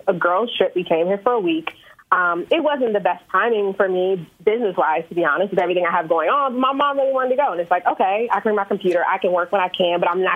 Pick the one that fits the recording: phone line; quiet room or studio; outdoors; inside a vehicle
phone line